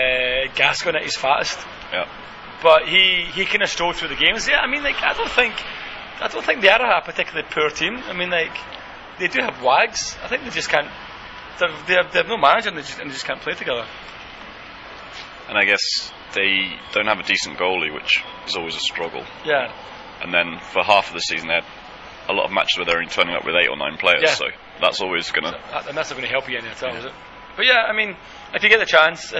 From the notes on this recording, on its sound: The boys obtain free tickets for the Korea v D'ja make 'er and record live from Sangam of their own accord.